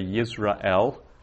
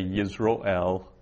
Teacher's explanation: I would say Yisrael with a long A, and some would say Yisroel with a short O